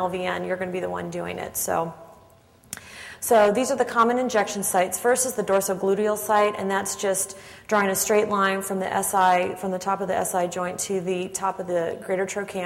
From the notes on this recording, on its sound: Audio podcast from the 6th Annual Fall Coference in Tampa, Florida.